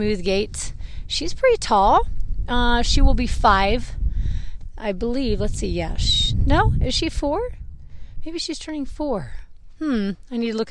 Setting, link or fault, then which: setting, outdoors